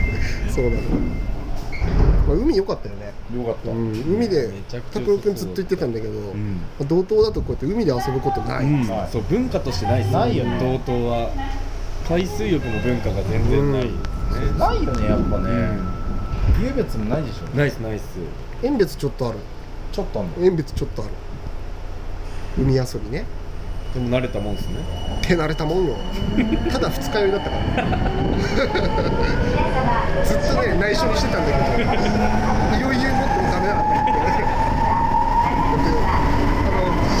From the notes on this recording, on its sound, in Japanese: 札幌市営地下鉄南北線オフライン収録！※地下鉄内収録のため環境音注意。今回は札幌市営地下鉄南北線真駒内駅からオフライン収録！地下鉄内での収録のため環境音抜群でお送りとなりますのでご注意ください。